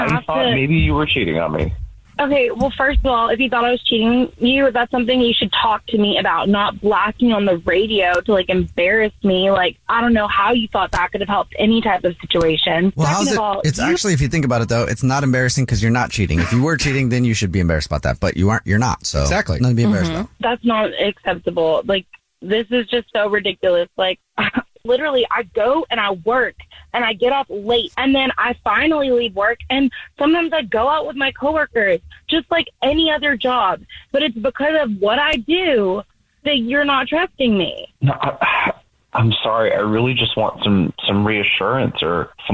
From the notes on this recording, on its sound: A listener on the phone who called in thinks she may be.